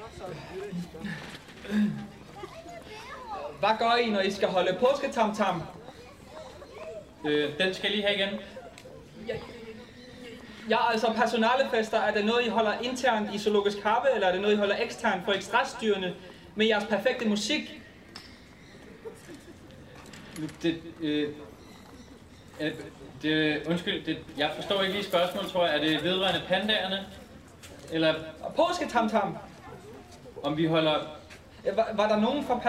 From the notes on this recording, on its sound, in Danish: En gammel lydfil fra åbningen af pandaburet i 2019. En collage af telefonsvarere.